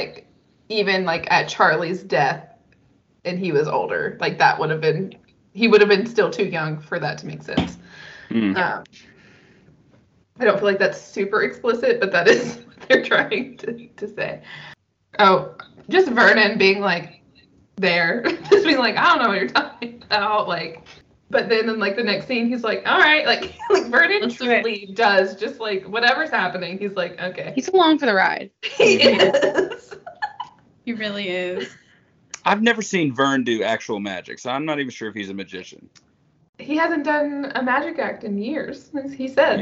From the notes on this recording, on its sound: Sorry our audio isn’t the best. We had to use the Skype video recording because of some tech issues from a certain host and co-host.